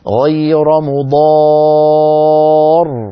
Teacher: المد الطويل الذي مددناه، طويل يعني بمقدار 6 حركات. هذا المد أيها الإخوة هو في الوصل وفي الوقف مد لازم كلمي مثقل.